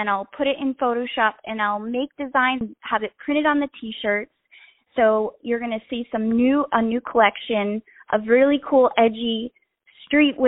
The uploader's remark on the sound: On the phone